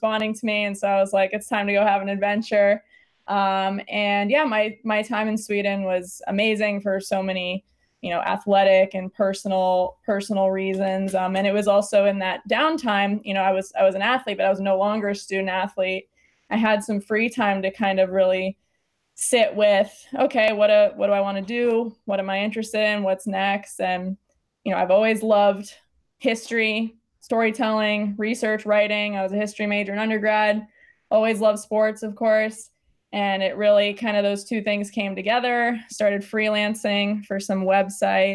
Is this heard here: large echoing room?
no